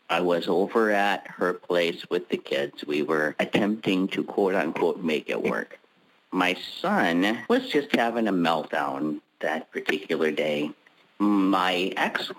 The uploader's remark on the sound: On Monday's we're BLOWING UP Soul University's Pay Me What I'm Worth conference-call based classes.